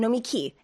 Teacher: Accent Nomiki. On the last syllable. · Term: oxytone